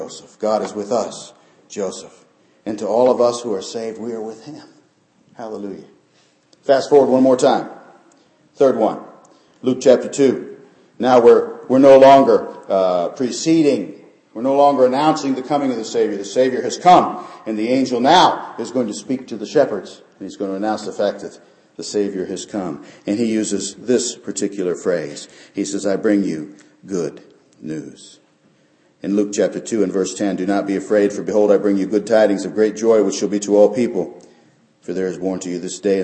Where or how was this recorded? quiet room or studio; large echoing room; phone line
large echoing room